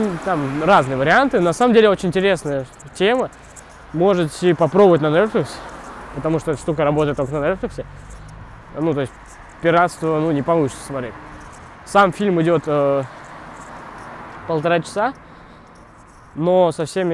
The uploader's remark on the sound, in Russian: Который был записан пока я шёл от автобусной остановки до общежития.